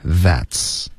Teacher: 它不是舌尖碰上颚，而是碰上齿